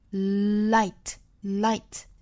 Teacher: Glorious, glorious light.那最后的这个 light 这个单词呢，我们看到视频呢是非常清晰的一个口型，就是这个舌头是在上齿龈的位置。 Light, light,是非常清楚的一个舌侧音的姿势。